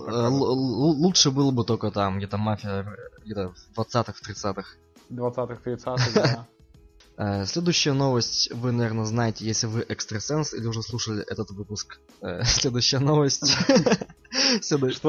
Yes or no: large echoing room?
no